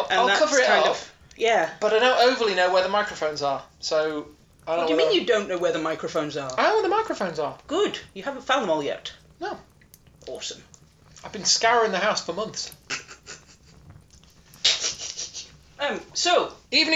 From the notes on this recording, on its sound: Background campfire ambience assembled using samples and mixing tool. If you’ve listened to any later episodes you’ll notice the campfire ambience sound effect is louder in this one.